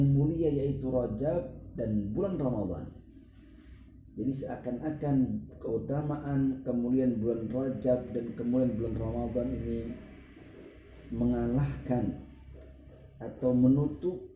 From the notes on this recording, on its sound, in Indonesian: Melalui rekaman phone seluler dari rumah (Kajian From Home).